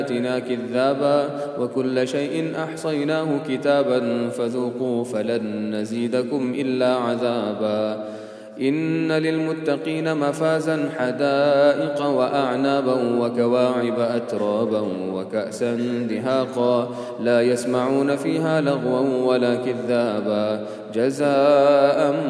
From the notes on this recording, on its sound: at the Houghton Masjid (West Street)